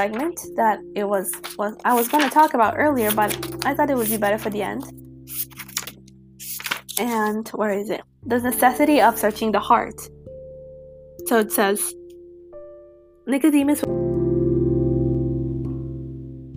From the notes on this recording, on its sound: Today was a rocky episode with many technical difficulties and sound issues.